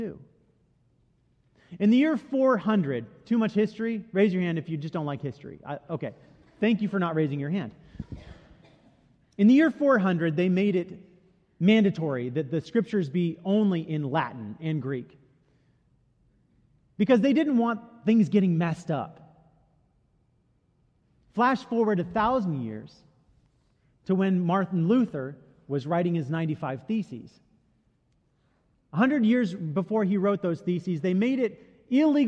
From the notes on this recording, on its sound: Delivered during the the Gathering Worship service.